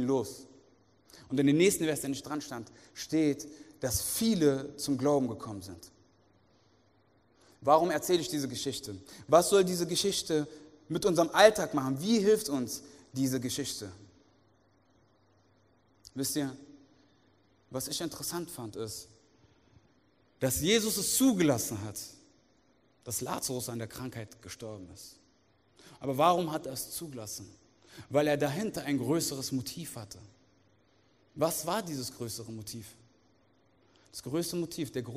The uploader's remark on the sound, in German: aus unserem Gottesdienst